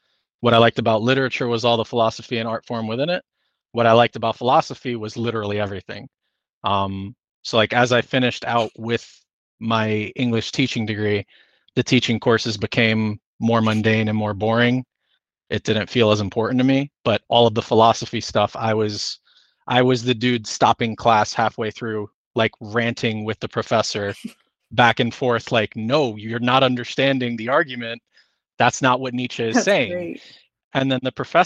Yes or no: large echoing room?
no